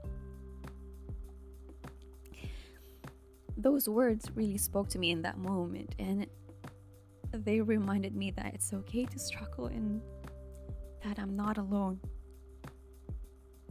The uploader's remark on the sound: there's the sound of a fan whirring in the background - hope it won't be too distracting.